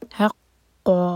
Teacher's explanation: ح حلق سے اور قاف حلق سے